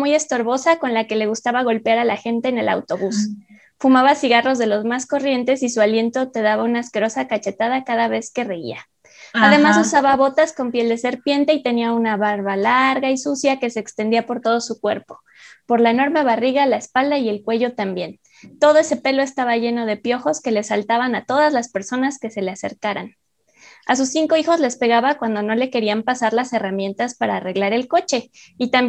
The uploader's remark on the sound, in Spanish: Como parte del tercer ciclo del Laboratorio de Escrituras Vivas, en sesión sincrónica vía Zoom.